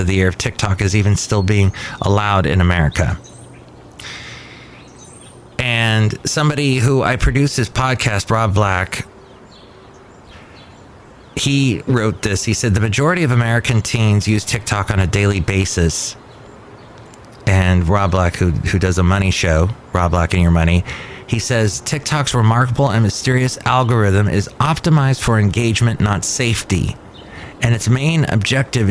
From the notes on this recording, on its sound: podcasts live from Cafe Anyway